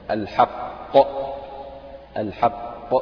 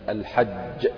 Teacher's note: يكون ظهور القلقلة يعني أبرز في حالة التشديد